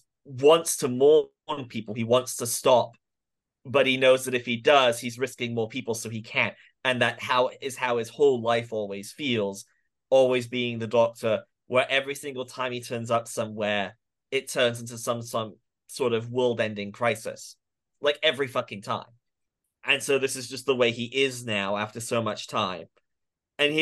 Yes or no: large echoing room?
no